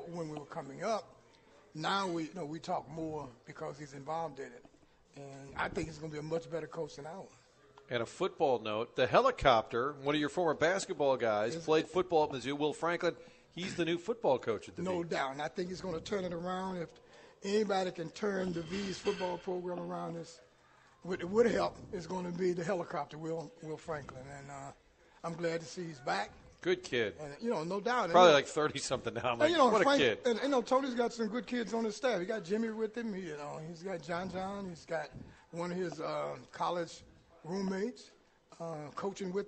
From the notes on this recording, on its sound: broadcasting live from 1860 in Soulard